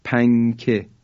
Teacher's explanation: نونشو تلفظ نمی کنیم، در حقیقت اخفا میکنیم